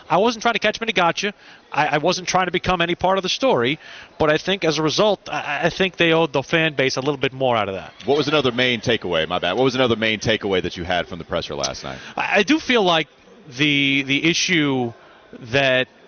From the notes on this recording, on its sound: joins the guys live at Spectrum Center